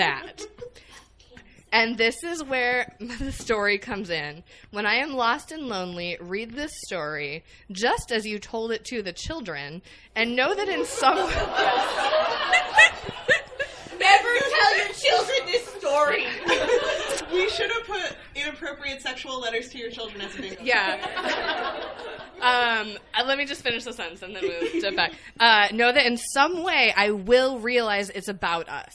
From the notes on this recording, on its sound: A special live episode recorded at Trident Booksellers & Cafe in Boston! LIVE at Trident Booksellers! A special live episode recorded at Trident Booksellers & Cafe in Boston! Thanks again to Trident for having us and to everyone who turned out to see our live show!